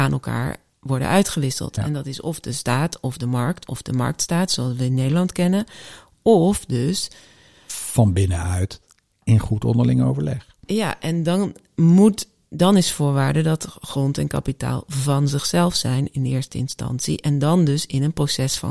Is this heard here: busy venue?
no